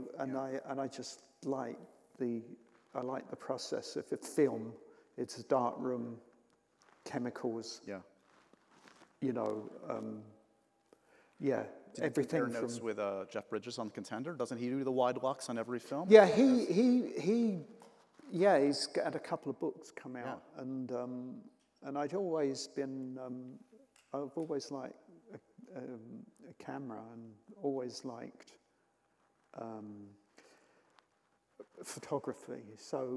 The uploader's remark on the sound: taped at the 92nd Street Y